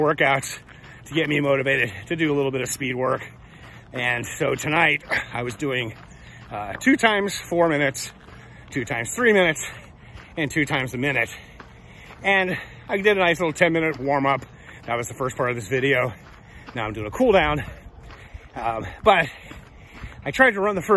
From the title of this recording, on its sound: Walk Talk